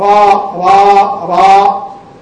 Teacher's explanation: الراء مفخمة مفتوحة، على الأقل أنها في المرتبة الثانية من التفخيم